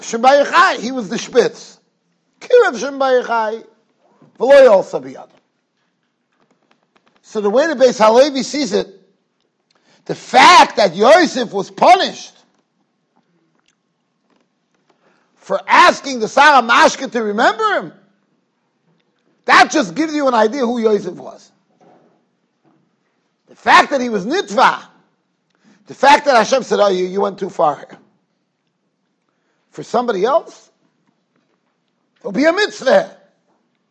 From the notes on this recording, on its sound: Shiur recorded in Yeshivas Ohr Reuven, Monsey, NY.